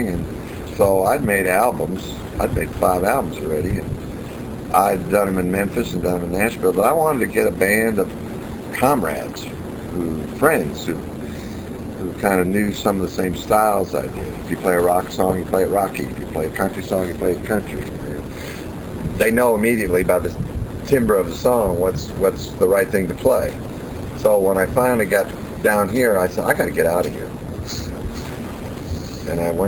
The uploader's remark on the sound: This interview was recorded back in 2006 for an early incarnation of this talk show. A small digital recorder was used right on the ocean in Key West, Florida.